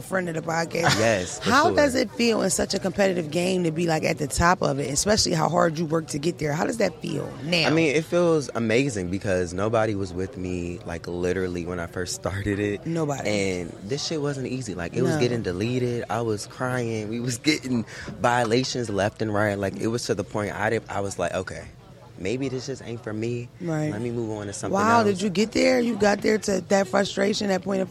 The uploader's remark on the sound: Live from the BET Awards